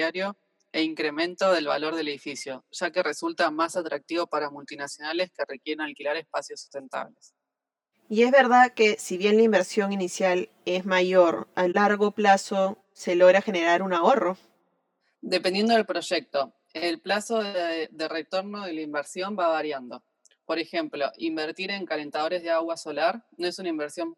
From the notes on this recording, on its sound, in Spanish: Esta entrevista fue grabada de manera remota.